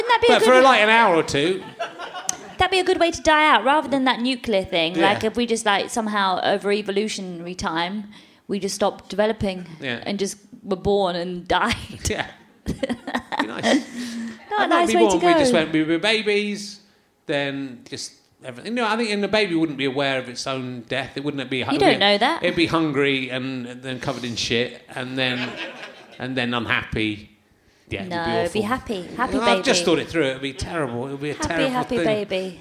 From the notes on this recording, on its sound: chats to a man in the audience